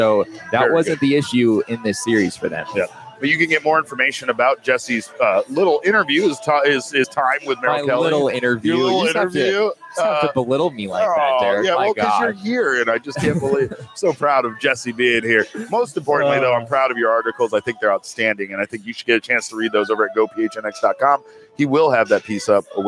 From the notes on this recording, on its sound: together live at the Ainsworth!